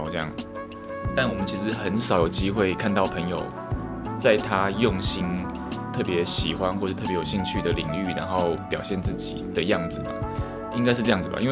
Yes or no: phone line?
no